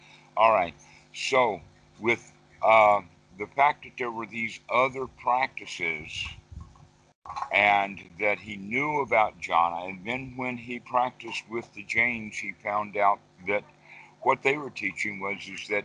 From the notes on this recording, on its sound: skype calls on this channel